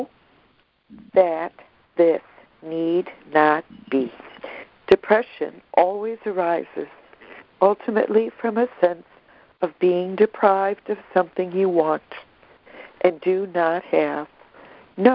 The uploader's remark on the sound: ACIM Daily Conference Call